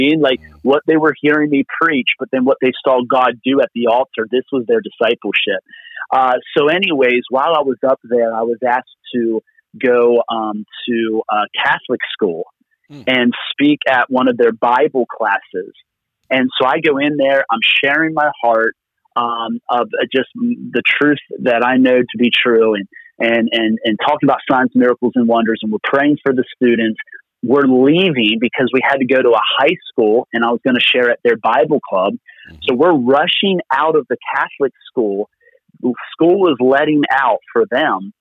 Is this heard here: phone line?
yes